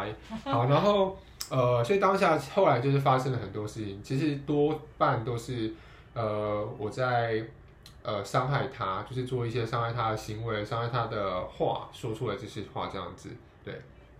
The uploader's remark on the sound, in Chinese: 錄音背景有點雜音，配樂很陽春。